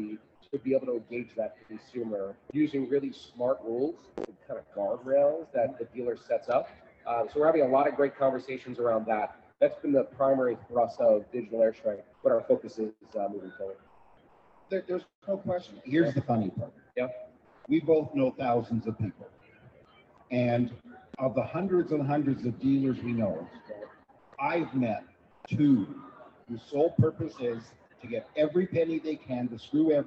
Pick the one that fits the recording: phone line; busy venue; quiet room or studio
busy venue